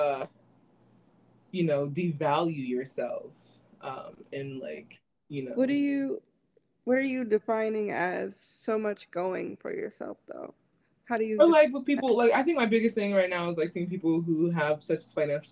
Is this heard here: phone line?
no